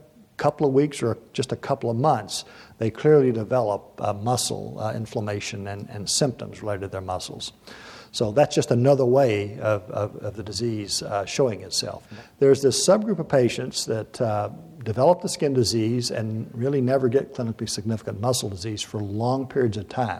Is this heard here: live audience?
yes